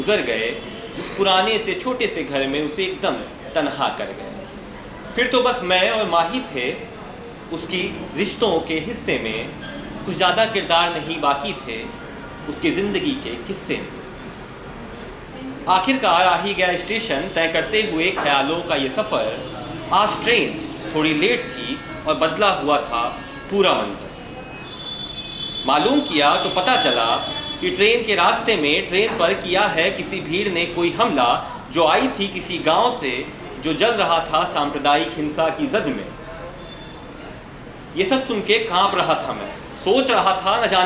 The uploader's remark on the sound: An episode from our HBB Delhi Storytelling Open Mic Edition.